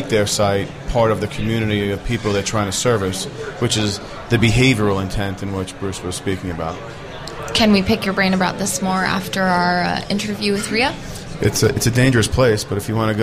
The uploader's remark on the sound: host the show on location from SES New York 2010